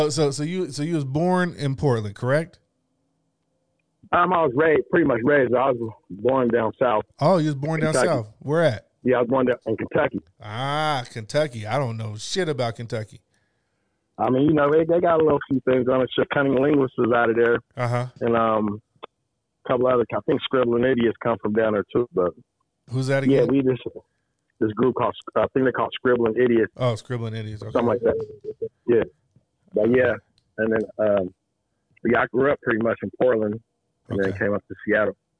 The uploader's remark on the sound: we get on the phone long distance to NYC